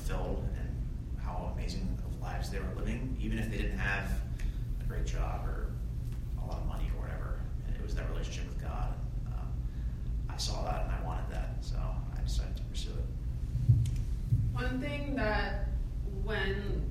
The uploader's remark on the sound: Presented to the 20/30Somethings ministry.